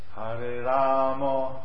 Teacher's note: In Hindi, it's Krishna, Rama, Rama, but in Bengali, they pronounce long A, Ra, and then the shorter is the Ma, Ramo